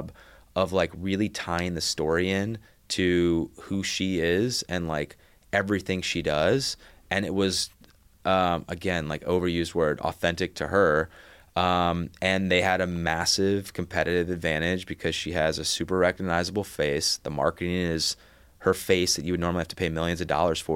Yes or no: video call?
no